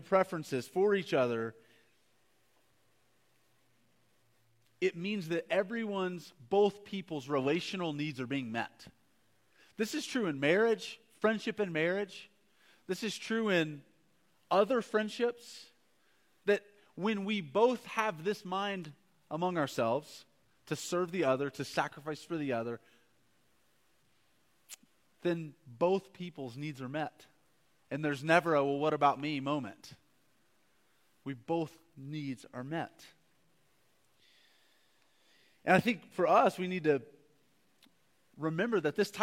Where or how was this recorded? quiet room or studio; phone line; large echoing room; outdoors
large echoing room